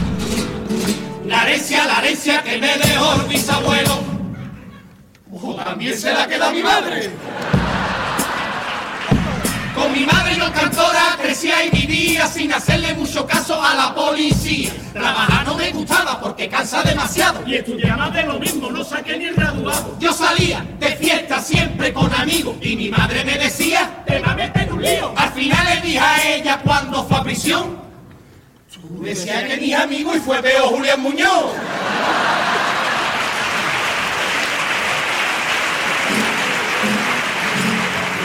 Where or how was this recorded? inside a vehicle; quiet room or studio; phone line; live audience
live audience